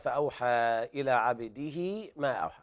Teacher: هذا المد صلة صغرى يعني مد حركتين